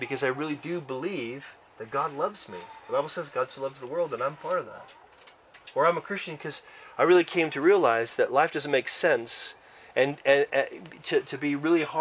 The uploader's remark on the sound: Church camp recording in the great outdoors!